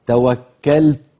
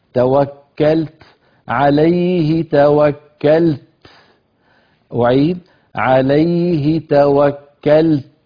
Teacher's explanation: يجتمع عند الوقف عليها ساكنان، اللام الساكنة والتاء الساكنة، توكلت، فعلينا أن نسكن اللام ثم نأتي بشدة التاء ثم همس التاء، توكلت، عليه توكلت، أعيد، عليه توكلت.